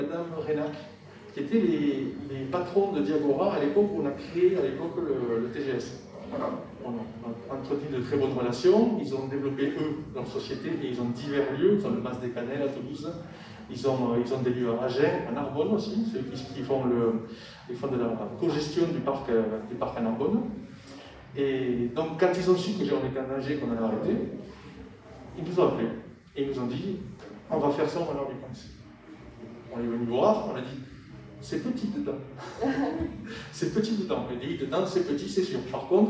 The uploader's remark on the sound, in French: POPCON 2020 : Conférence Calme-toi !